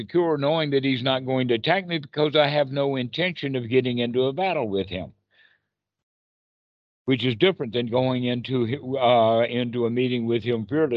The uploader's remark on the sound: skype calls on this channel